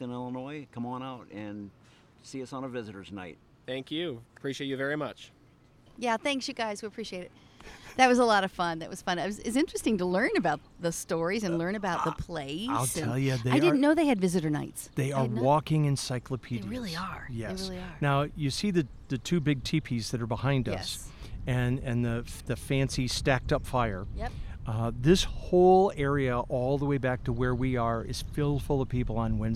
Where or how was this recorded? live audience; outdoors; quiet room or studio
outdoors